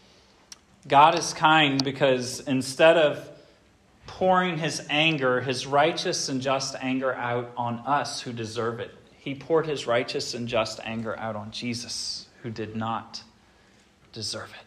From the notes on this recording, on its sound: This sermon was preached at Hope Fellowship on Oct.